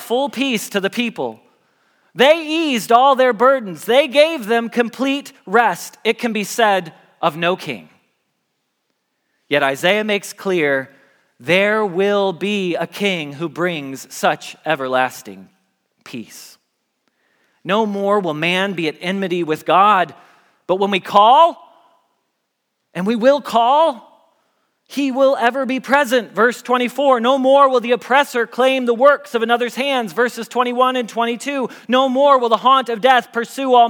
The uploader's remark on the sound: Message Preached at Valley Creek Church